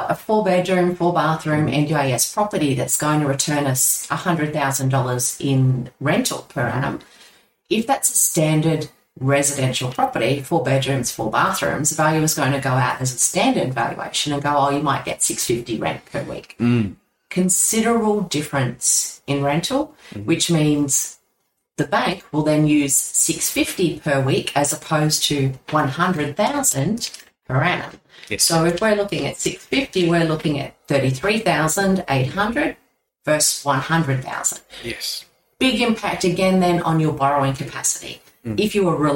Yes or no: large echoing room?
no